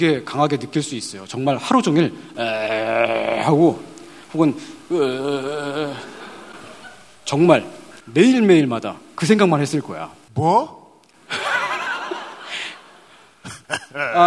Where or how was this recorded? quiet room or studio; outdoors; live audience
live audience